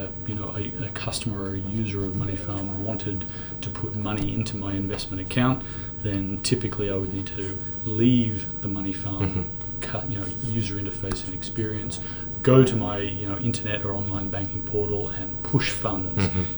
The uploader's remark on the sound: Live at Money2020